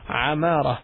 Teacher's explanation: the A is pronounced here as Ain, so say Amara, then it means prosper or one who instructs.